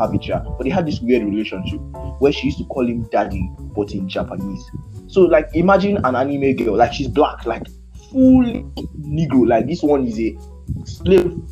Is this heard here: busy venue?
no